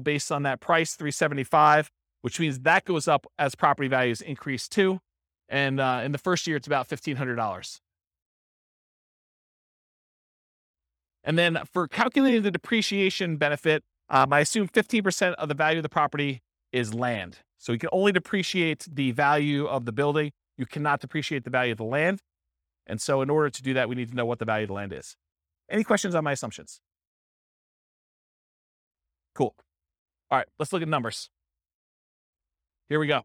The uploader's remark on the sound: This was a live class recorded